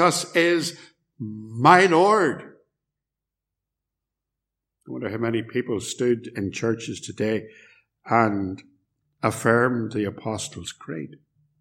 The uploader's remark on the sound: Message preached at Ballymacashon Congregational and Templepatrick Reformed Church, - recorded at Templepatrick